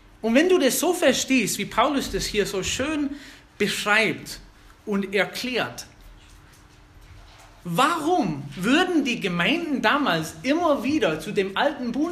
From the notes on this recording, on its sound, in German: Eine Predigt aus der FBG Oberpfraundorf